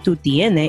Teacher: The S's kind of disappear.